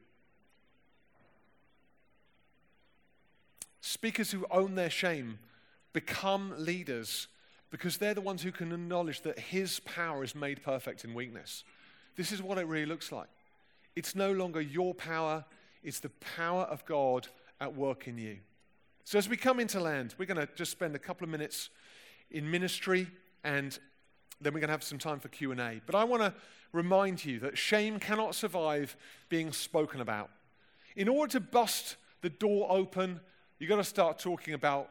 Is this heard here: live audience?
yes